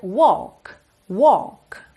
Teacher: não tem esse L de verdade, tá bem? Então você lê W-A-L-K, mas você pronuncia walk, walk.